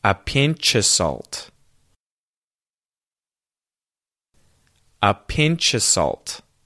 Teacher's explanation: of becomes an ah sound